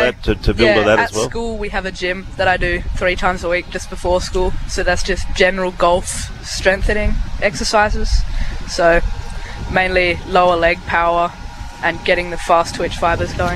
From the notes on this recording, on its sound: live from the Golf WA, WA Open!